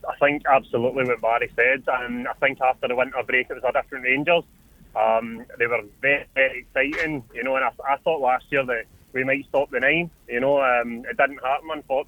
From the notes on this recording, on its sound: Joined in the studio. On the phone.